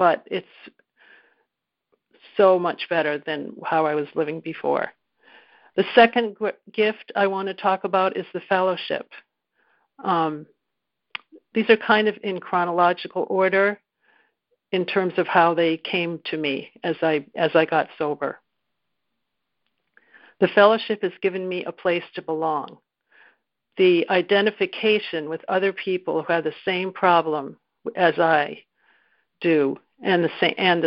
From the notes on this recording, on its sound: 2019 New Years Day Phone Conference